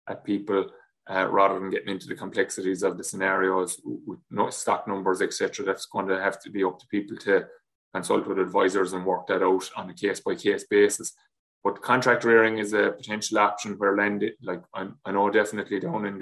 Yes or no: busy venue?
no